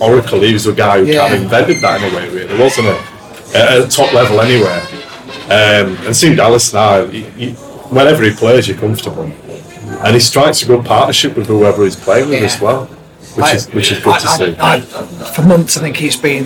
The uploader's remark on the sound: What better way to celebrate than us all coming together as a team for the first time this season and record our final podcast at the iconic Old Peacock Pub at Elland Road.